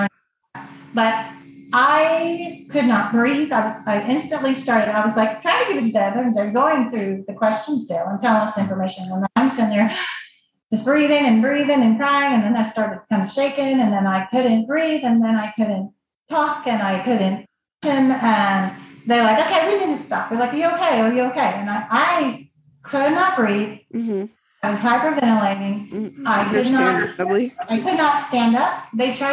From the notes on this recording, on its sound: The sound was a little challenging. Zoom is fucked up in that when someone speaks it mutes everyone else, and we were on a slight delay so we didn’t even know when we were talking over each other.